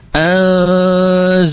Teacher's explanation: Jadi inna al, nah di sini anzalna nun sukun bertemu huruf zai itu juga ditahan sebentar ya karena dia ikhfa hukumnya dan ada gunatul ikhfa-nya itu juga tipis karena huruf zai itu termasuk huruf-huruf istifal tipis ya